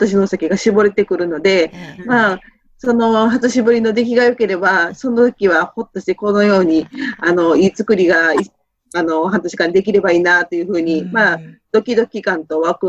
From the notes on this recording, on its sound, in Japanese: Zoom収録